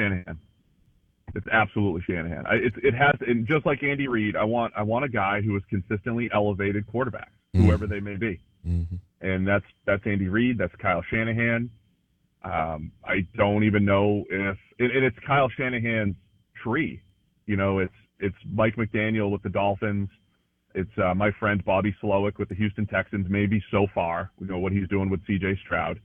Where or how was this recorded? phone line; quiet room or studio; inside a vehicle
phone line